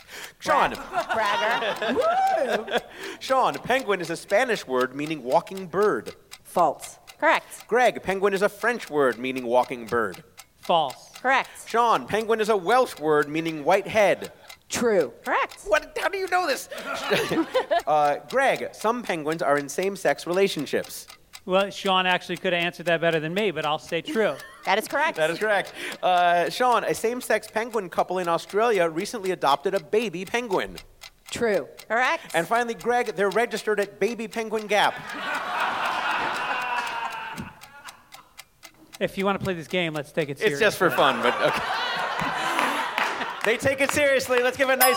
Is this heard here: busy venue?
yes